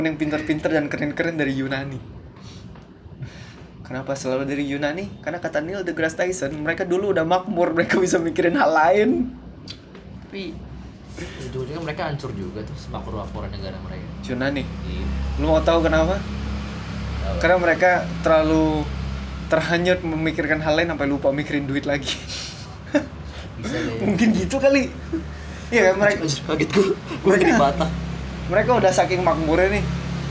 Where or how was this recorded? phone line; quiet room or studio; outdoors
outdoors